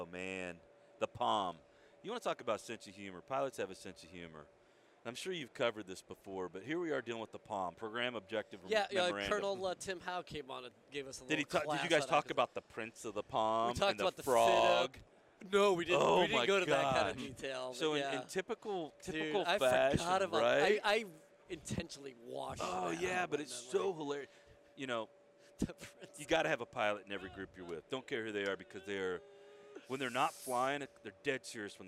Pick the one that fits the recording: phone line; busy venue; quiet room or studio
busy venue